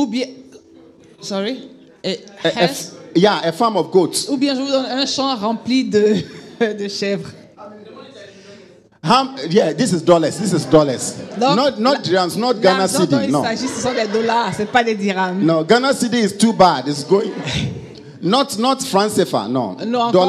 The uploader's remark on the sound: Preached during Joyful Hour Sunday Service